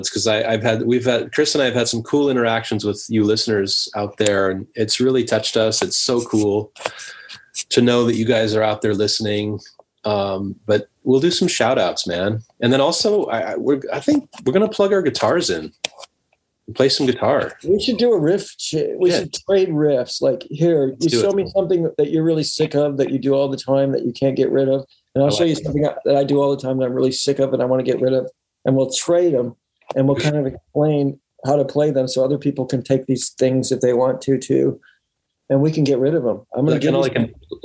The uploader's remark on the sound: remote ZOOM